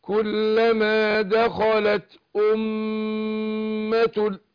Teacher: الميم هنا مشددة في أمة، بديها غنة إيه حركتين، لأن الغنة مركبة في جسم النون والميم.